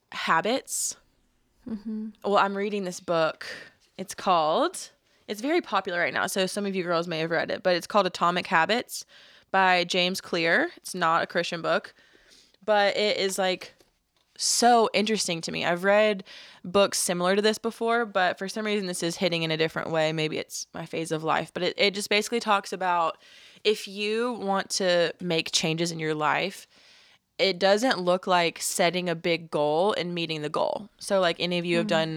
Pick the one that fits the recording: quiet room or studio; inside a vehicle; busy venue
quiet room or studio